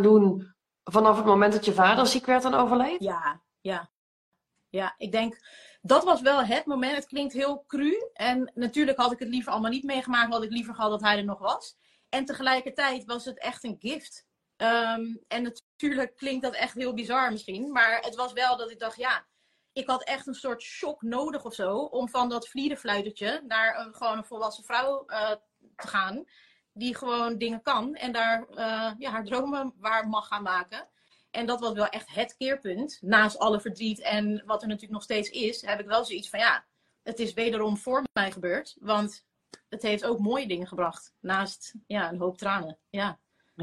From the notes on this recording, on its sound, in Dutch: die gemaakt is van een live gesprek op Instagram